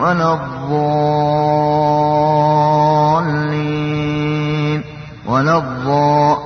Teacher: فانتبه أن لا تفخم اللام لأجل حرف المستعلي مفخم